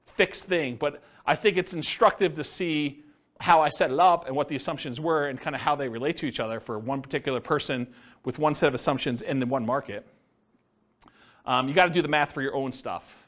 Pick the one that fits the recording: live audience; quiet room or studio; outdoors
live audience